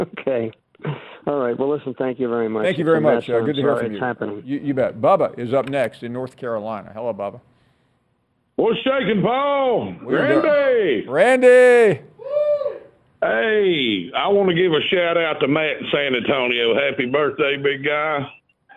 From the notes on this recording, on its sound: We finish up this Tuesday show with an hour of your phone calls.